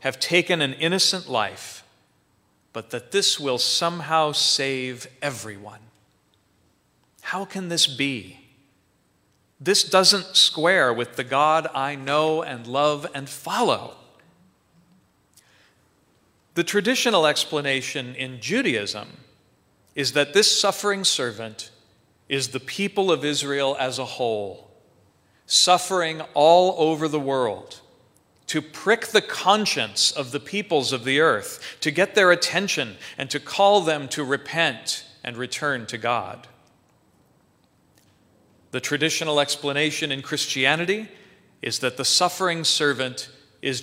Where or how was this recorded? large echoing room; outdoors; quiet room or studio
large echoing room